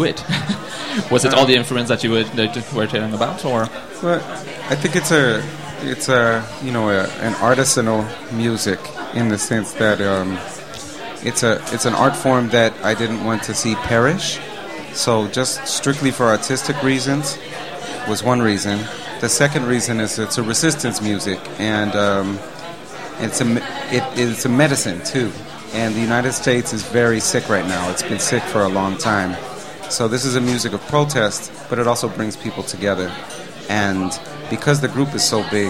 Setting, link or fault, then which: setting, busy venue